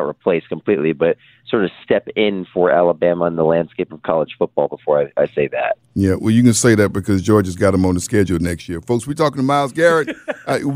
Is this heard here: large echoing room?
no